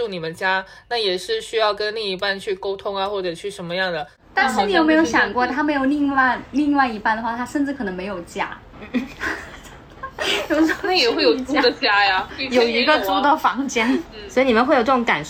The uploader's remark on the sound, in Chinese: 当时我们就坐在一张床上。本期节目的音质因录制时条件所限，效果一般。